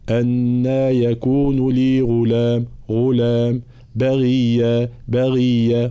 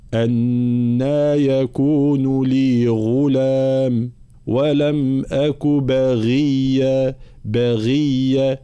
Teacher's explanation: عندنا أولا حرف الغين هنا في كلمة غلام، كلمة باغية. الغين لو لا أعطيها حقها من الجهر تصبح شبيهة بحرف الخاء ويصبح صوتها غير واضح · Shown in: second take